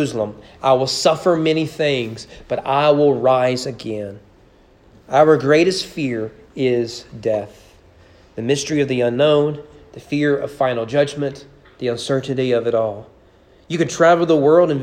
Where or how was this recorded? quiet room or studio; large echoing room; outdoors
large echoing room